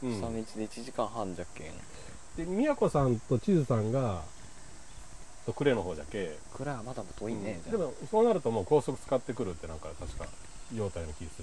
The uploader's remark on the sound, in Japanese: こどもたちが主役の、五感で楽しむイベントを田舎の古民家と自然の中で開催しました。自然に囲まれた古民家のテラスで。夏の夕暮れ。蝉の鳴き声。地元の人の営み。